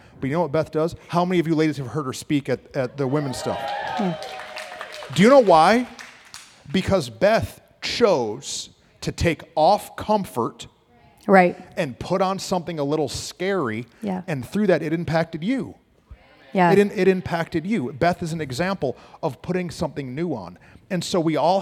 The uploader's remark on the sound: We had a live recording to celebrate our 100th pod